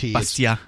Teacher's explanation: You don't put the T sound in.